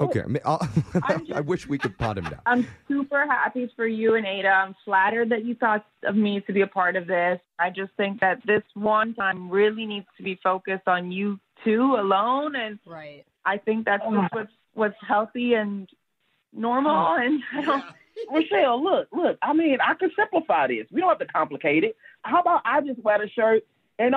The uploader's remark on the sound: The listener on the phone